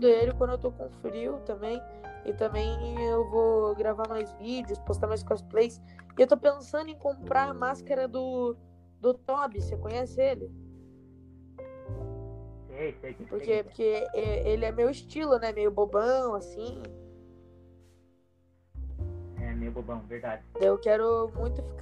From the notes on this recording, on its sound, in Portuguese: Assuntos polêmicos com um áudio merda.